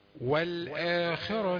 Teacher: الراء دي مفخمة لأنها مفتوحة